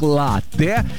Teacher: слово итальянское, ударение там стоит на первый слог, латте. И вот, несмотря на обилие гласных, произносится твердо, без мягкости, латте.